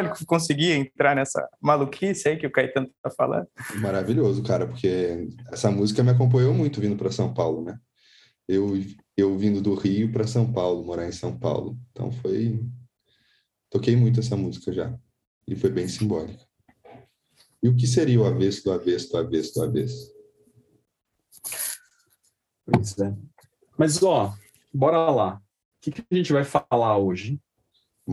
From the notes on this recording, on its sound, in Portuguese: Neste episódio gravado em live pelo instagram